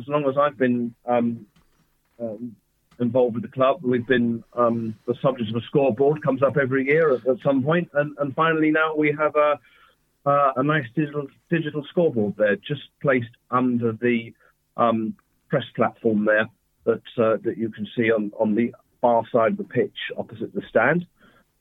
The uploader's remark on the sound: is joined on the phone by Broadford correspondent